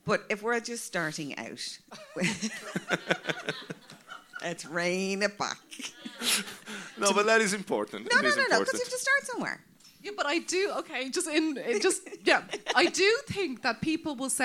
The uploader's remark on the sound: Recorded live at The Whale Theatre in Greystones, Co. Wicklow, Ireland.